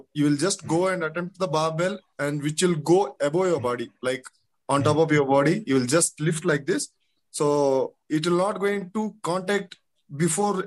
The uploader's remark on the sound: Audio recording of the video conversation